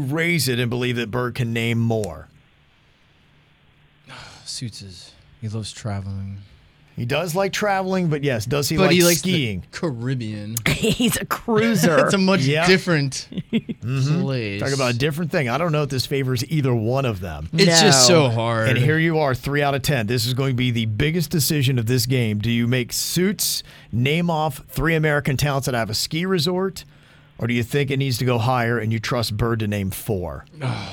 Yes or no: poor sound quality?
no